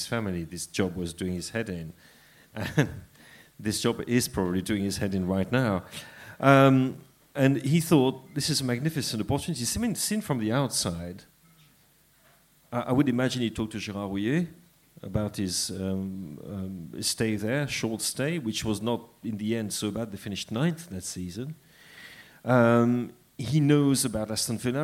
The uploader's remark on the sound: Live Q&A event held at Dublin's Sugar Club on 3rd March 2016. The first half of the Blizzard's live Q&A event held at Dublin's Sugar Club.